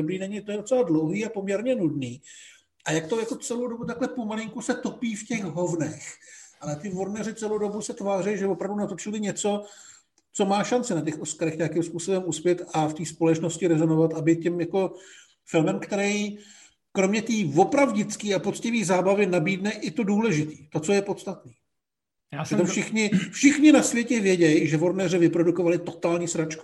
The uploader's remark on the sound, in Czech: díle opět zoomujeme, tak uvidíme, jak dlouho nám to v roce 2021 vydrží.